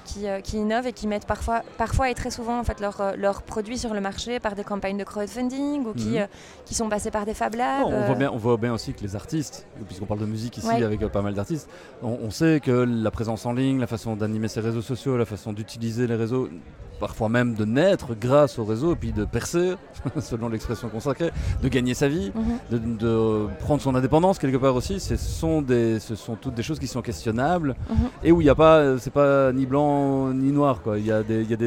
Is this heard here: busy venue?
yes